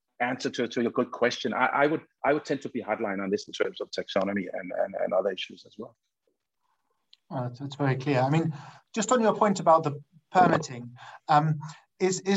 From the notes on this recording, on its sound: Is a recording of one of our digital events.